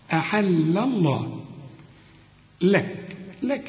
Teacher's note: لام لفظ الجلالة هنا المفخم، لكن اللام الأولى مرققة